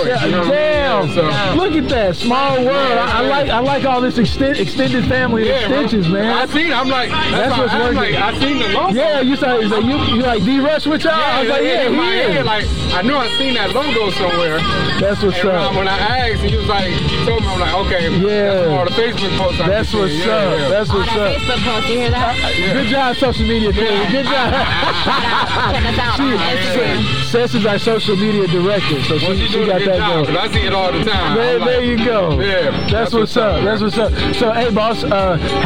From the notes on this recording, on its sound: The Guess What Crew and affiliated network are live once again, checking out and supporting the local community and Vegan Food Vendors at a FOOD TRUCK FRIDAY event in the Phoenix Valley area.